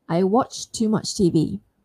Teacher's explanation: watched ends with a T sound, and then the next sound is a T, as in the word too. I can drop it if I want to sound smooth.